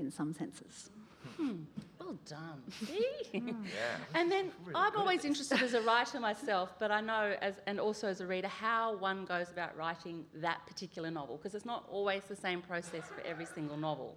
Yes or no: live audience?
yes